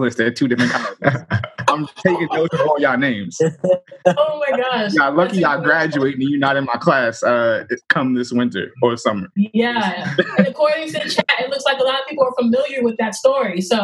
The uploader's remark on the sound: a live recording of Career Talk via Zoom